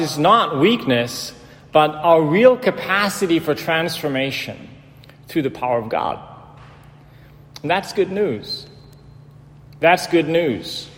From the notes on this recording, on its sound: in "The Church of the Epiphany" in Georgetown, Washington gehalten hat.